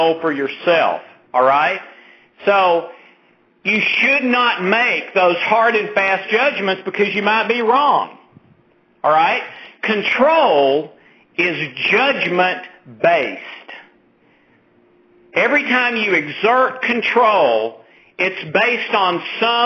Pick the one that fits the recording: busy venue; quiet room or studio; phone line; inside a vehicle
phone line